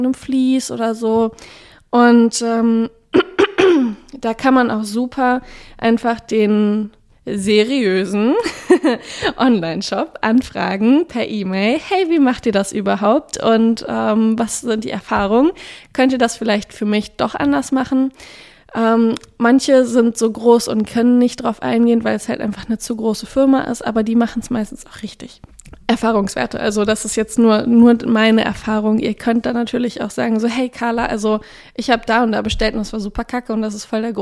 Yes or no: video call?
no